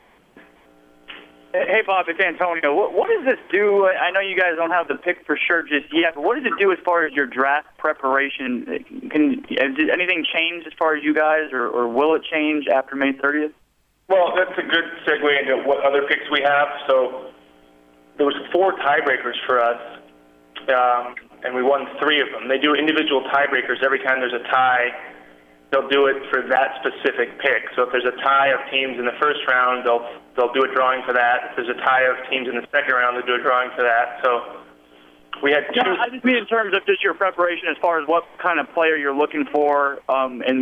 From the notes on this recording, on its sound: Conference Call.